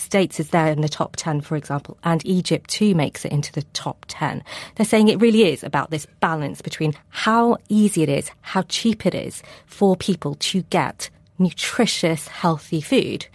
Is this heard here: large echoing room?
no